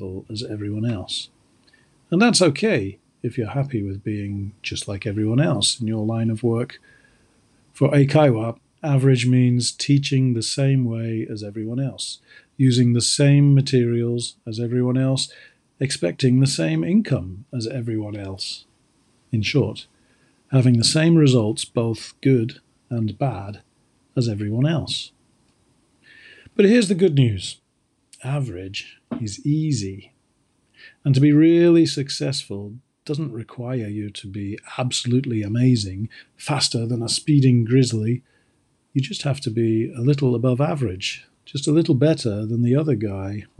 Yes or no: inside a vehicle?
no